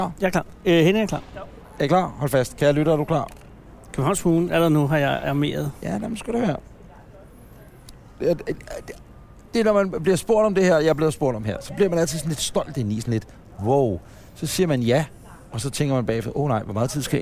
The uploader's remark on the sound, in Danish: Dette afsnit er optaget på molen i Københavns Nordhavn.